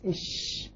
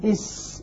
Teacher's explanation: لولا التفشي لصارت الشين سينا، لأنه إس إش.